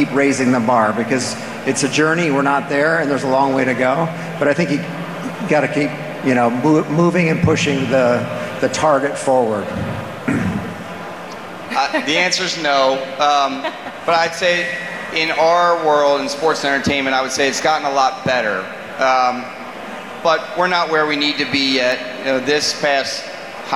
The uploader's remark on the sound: Featuring a panel from the Bloomberg Power Players Summit on tackling sustainability through sports.